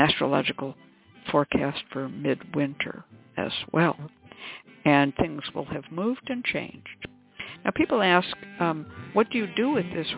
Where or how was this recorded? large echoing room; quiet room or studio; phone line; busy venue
phone line